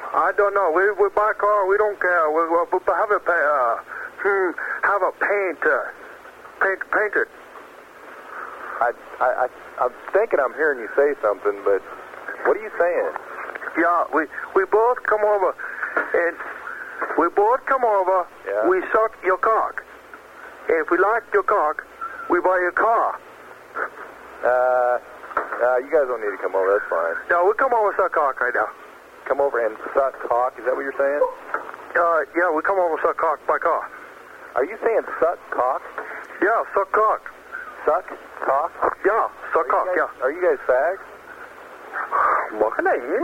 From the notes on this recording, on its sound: Prank Phone Calls